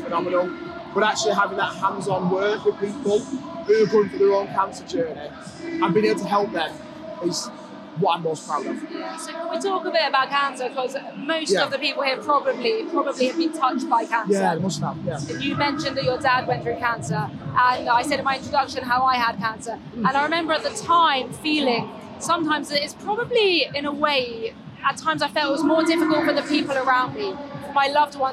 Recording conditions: busy venue